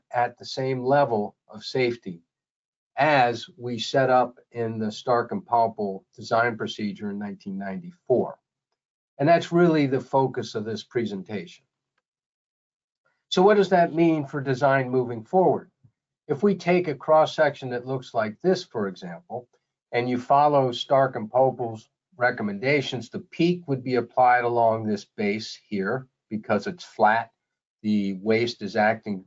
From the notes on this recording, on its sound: This is an audio version of the webinar.